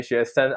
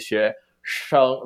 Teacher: But then in standard Mandarin or the Beijing Mandarin, so to speak, you would say 学生, right? So you will make this NG sound more salient than people would in Taiwanese Mandarin · Shown in: second take